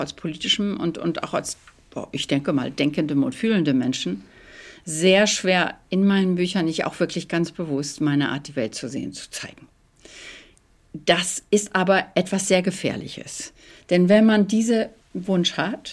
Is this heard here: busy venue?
no